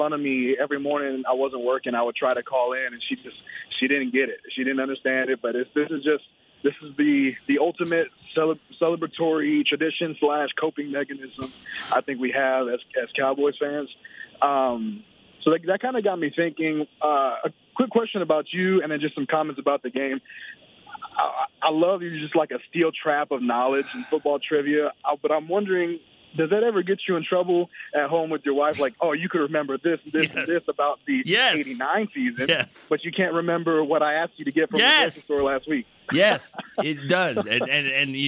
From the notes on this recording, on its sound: The fans called in with a mix of excitement, nerves and anxiousness.